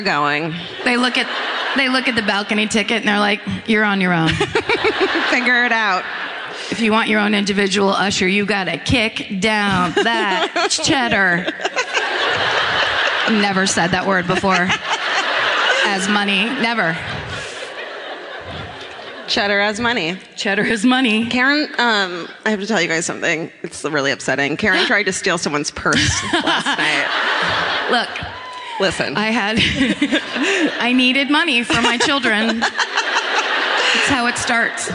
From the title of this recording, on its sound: Live at the Palace Theatre in Columbus